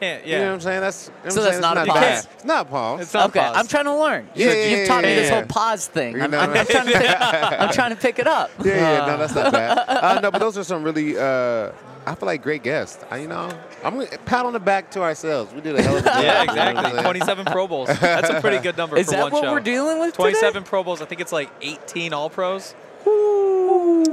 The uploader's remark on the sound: Capping off the week at Radio Row is an action-packed show. LIVE from Super Bowl radio row.